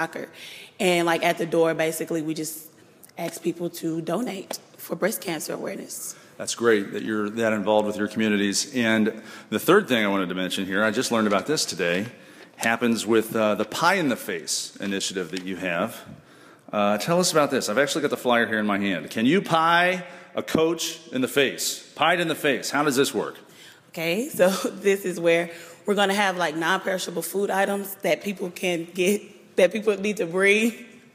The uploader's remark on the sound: Live from Texas A&M Commerce. The show begins at Texas A&M Commerce with a live studio audience supporting Breast Cancer Awareness and the Make A Wish Foundation.